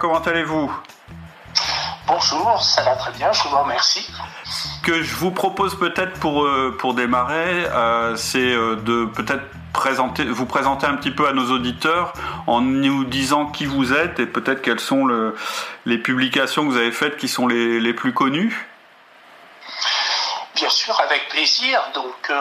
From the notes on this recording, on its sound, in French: Je m'excuse pour la qualité du son de cet épisode (problème technique).